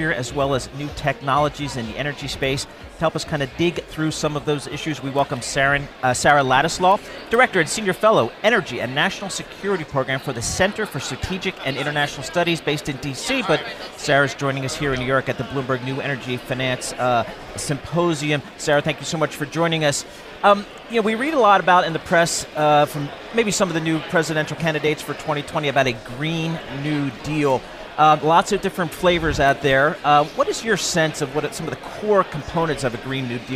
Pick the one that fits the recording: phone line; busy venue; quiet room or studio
busy venue